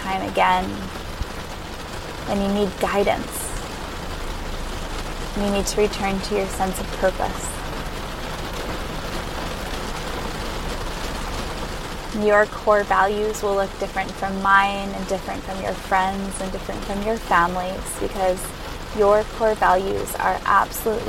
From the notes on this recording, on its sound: recorded in her car during a rainstorm